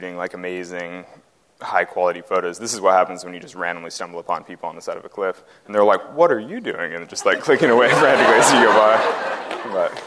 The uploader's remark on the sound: This was recorded at the American Alpine Club's 2016 Annual Benefit Dinner presented by The North Face and REI.